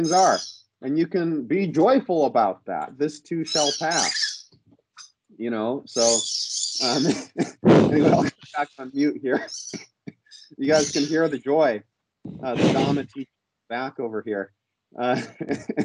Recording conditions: video call